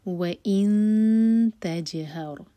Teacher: تا کے لیے اخفا اور جیم پر قلقلہ، را ساکن ہیوی